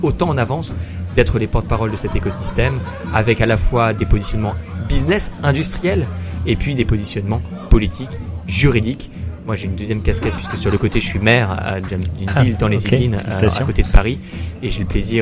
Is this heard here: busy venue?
yes